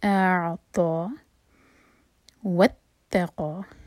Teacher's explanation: تا کو اسٹرانگ پڑھیں گے، تا پر شدہ اور تا لائٹ. واتقا، قاف ہیوی، قاف پر فتحہ ساتھ میں الف، سو دو حرکہ لمبا.